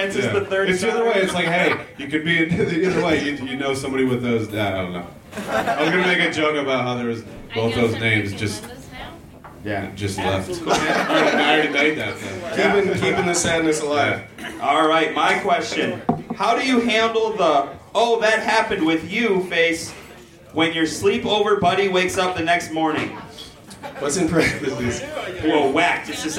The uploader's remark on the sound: Podcasting in front of a live audience. "On the Scene" crowd reporter. Performed and recorded at Z's Bar and Restaurant in Grand Rapids, MI.